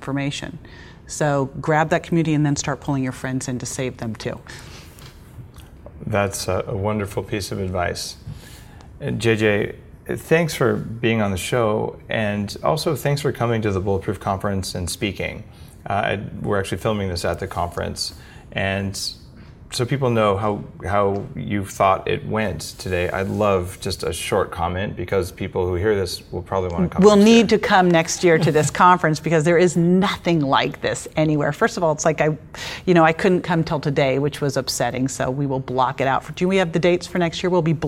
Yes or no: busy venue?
yes